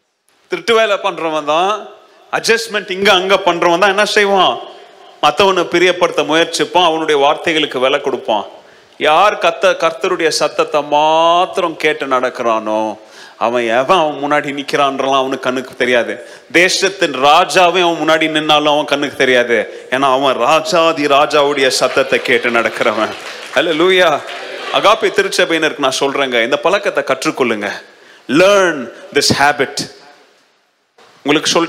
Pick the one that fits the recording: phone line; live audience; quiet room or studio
live audience